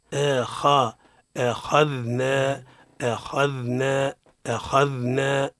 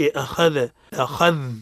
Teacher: خاء مفخم ذال مرقق نعطيه الرخاوة · Shown in: first take